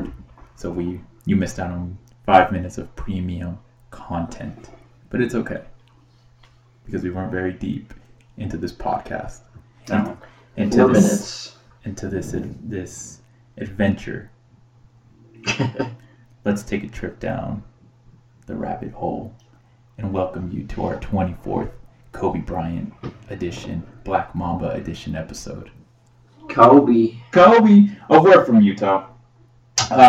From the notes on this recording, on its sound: Sorry for the echo.